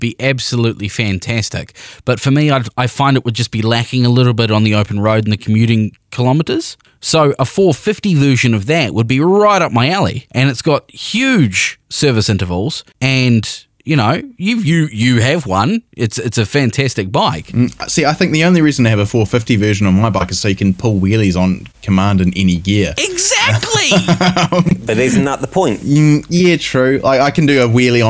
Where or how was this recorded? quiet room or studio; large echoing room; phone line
quiet room or studio